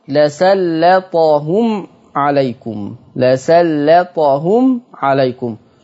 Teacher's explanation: تخليص أيضا اللام من الطاء، أرقق اللام، لأن العبرة بالتغليظ إن الحرف يجي بعد الطاء مش قبل الطاء.